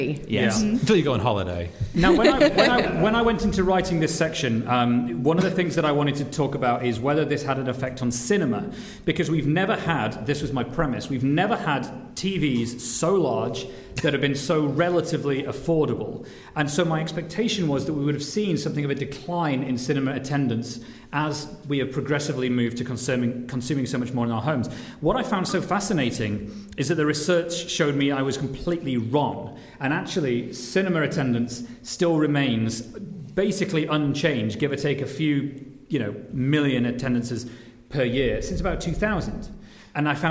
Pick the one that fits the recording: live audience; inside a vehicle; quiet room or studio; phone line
live audience